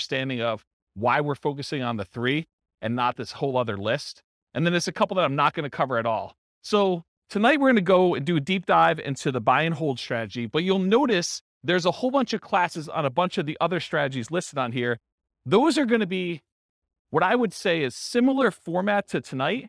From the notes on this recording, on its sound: This was a live class recorded